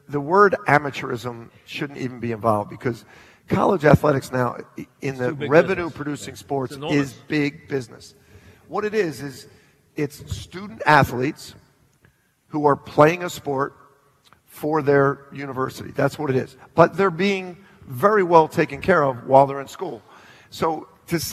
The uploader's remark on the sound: Live at the Tilles Center